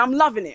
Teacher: What I found in my research is that this slogan is participating in a feature of African-American English called consonant variation, the dropping of the letter G